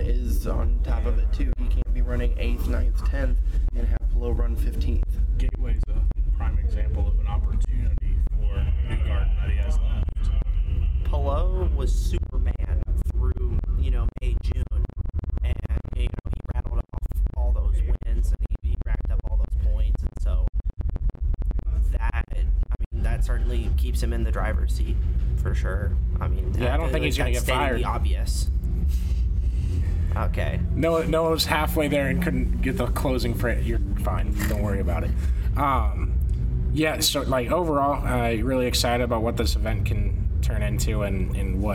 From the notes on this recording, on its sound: Bare with us on the audio